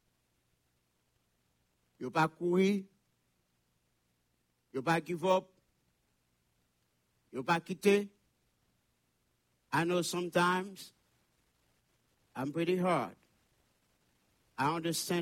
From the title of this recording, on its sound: Sunday Service Live